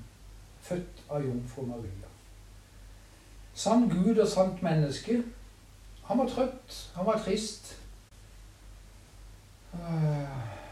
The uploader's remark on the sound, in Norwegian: Så opptaket er fra ei stue med isspising og kos. Ikke optimal lyd.